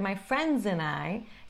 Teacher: Mas rapidamente vira my friends and I. Nem fale esse D no final.